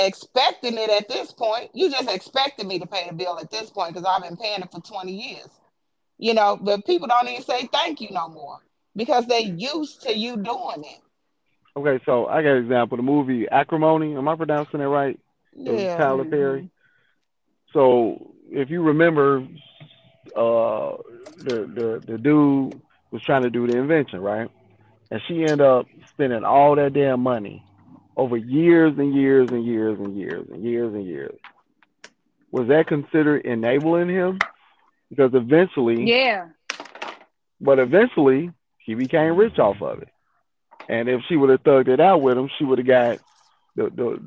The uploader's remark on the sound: Phone Convo